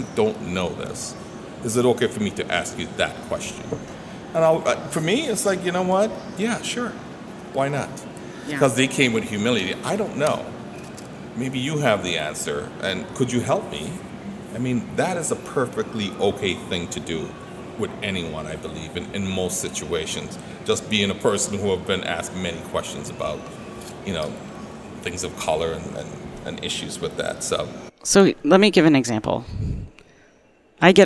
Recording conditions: busy venue